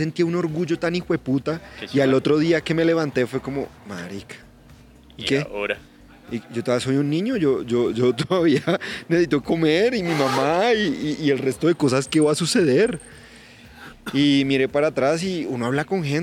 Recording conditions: outdoors